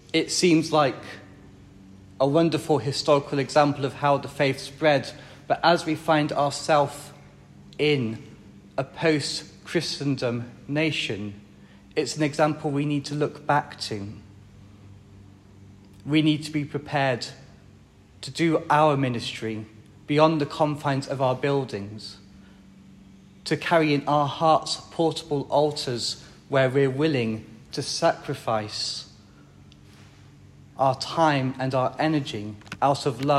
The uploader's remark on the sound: This HOMILΞTTΞ was recorded during Mass at All Saints’ Winterbourne Down.